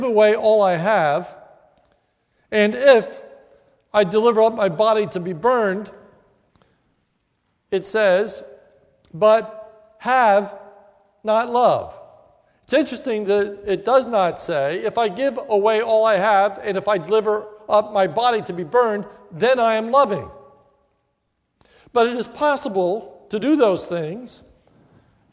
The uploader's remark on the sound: This is a sermon recorded at the Lebanon Bible Fellowship Church, in Lebanon, PA, on 4/2/2015 during the Maundy Thursday service